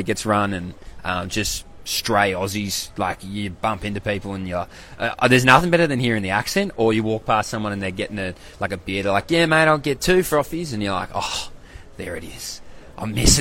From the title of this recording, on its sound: LIVE AT THE WORLD CHAMPS